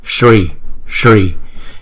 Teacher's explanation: chúng ta muốn đọc chữ S mà không có phát ra chữ nguyên âm ờ mà chỉ là sh, sh, sh.